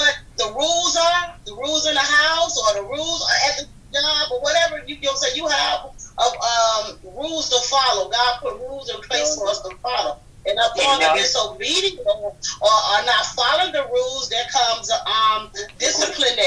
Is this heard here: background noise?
yes